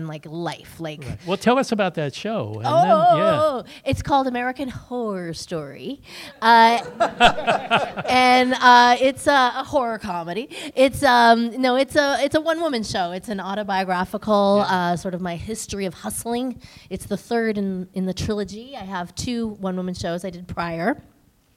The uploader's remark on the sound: Post Mortem invades Midsummer Scream 2023! Recorded LIVE from the world famous horror convention in Long Beach California.